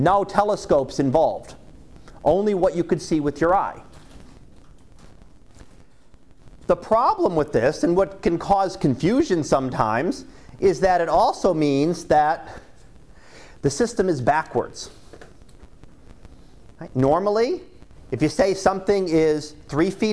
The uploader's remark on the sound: Live Class Lecture